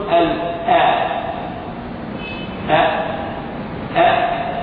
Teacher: والهمزة تكون باحتكاك في الحنجرة، أما الهاء فأضعف في الاحتكاك